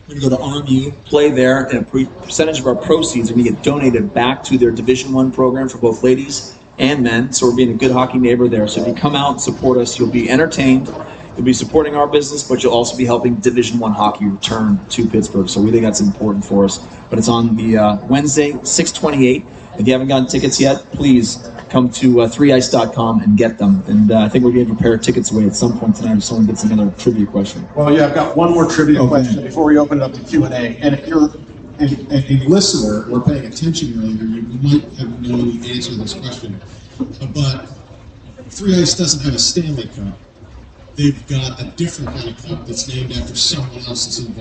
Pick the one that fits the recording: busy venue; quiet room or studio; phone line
busy venue